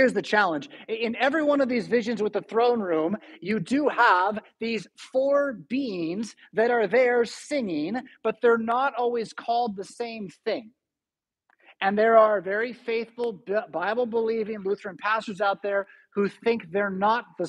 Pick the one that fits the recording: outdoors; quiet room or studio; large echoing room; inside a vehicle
large echoing room